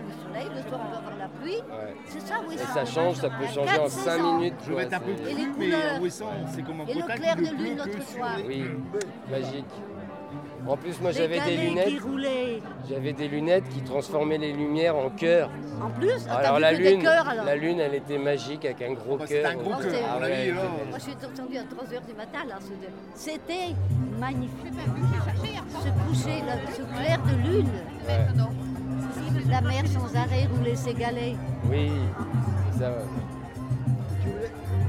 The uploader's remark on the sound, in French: Lors du festival Ilophone de septembre 2022, l'équipe de radio Pikez s'est déplacée pour y capter l'ambiance et y faire des rencontres. Artistes, bénévoles, festivalier.ère.s et habitant.e.s de Ouessant se retrouvent tour à tour aux micros.